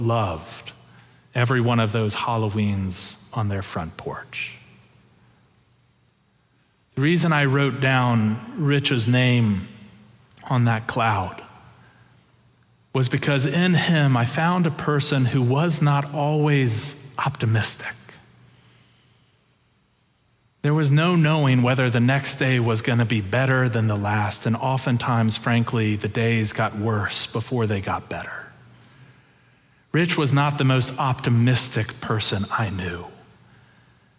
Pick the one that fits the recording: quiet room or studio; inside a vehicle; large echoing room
large echoing room